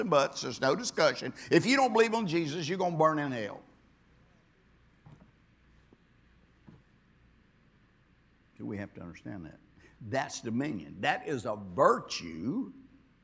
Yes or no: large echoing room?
yes